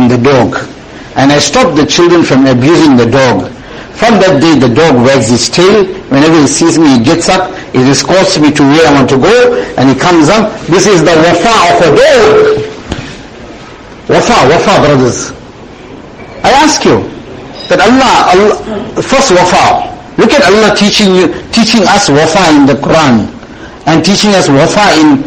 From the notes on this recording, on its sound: Jumuah lecture at May Street Masjid 20 Jan 2023